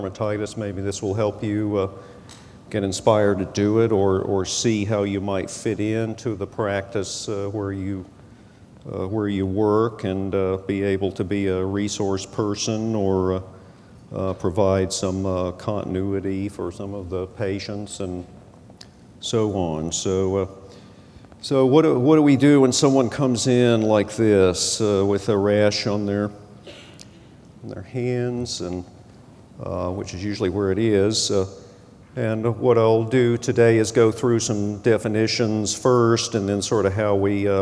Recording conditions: large echoing room